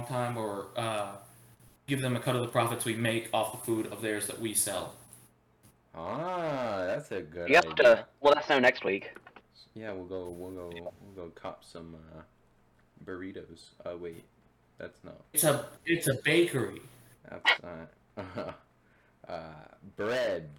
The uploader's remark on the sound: The microphone quality will be improved in the next episode.